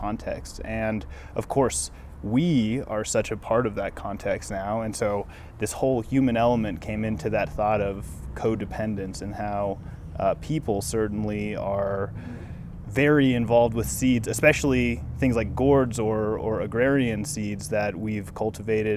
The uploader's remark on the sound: This Seed Story was recorded at the Mountain West Seed Summit during SeedBroadcast's Seed Story Workshop.